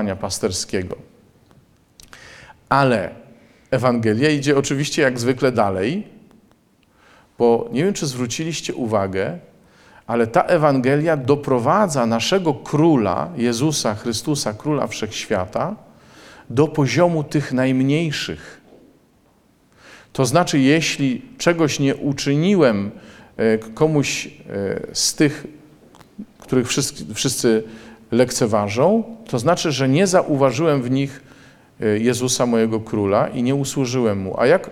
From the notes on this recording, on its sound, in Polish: Posłuchajcie nagrania dokonanego podczas mszy w dniu Koinonii, w Błotnicy!